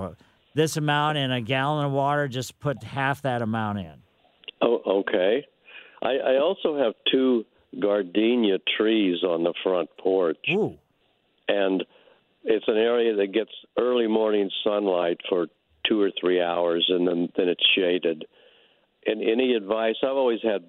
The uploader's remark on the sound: take all your phone calls for your gardening needs